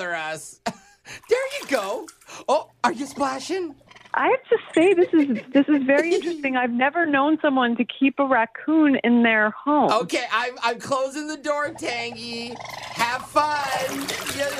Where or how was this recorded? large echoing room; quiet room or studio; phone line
phone line